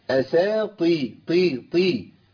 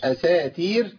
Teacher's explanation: عشان الطاء اللي جايه بعد كده والطاء مكسوره يعني مش في درجة عالية من التفخيم · Shown in: first take · يبقى أنا ما تبالغش.